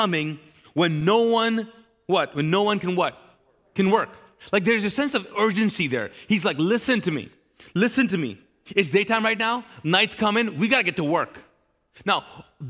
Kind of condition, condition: setting, large echoing room